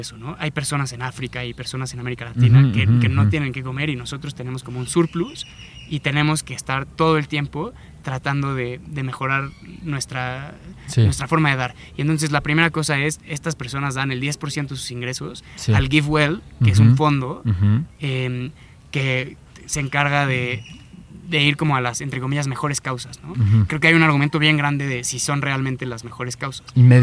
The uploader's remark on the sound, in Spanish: Nos trasladamos al hermoso Parque Chapultepec donde tuvo lugar esta grabación.